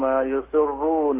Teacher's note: الراء هنا يا إخوة مشددة مضمومة مفخمة. بعض الإخوة ينطق براءين، الأولى مرققة والثانية مفخمة، فيقول يسرون، وهذا خطأ.